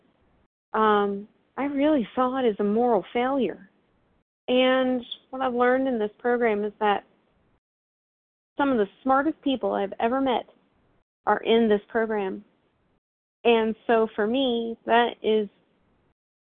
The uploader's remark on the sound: from the 100 Pounders Phone Meeting